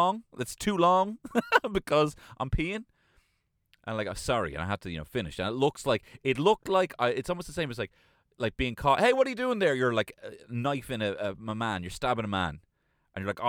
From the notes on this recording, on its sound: LIVE from my Kia Soul